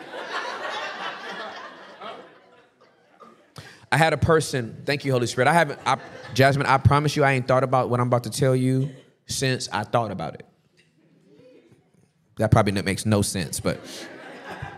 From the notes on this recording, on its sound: The Basement LIVE in NEW YORK CITY.